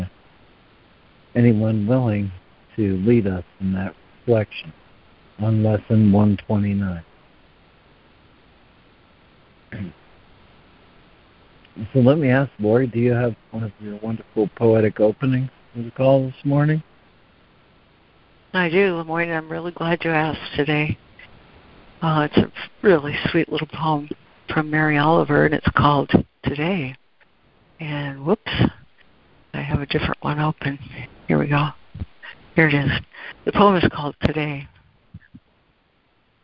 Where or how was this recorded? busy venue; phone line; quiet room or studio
phone line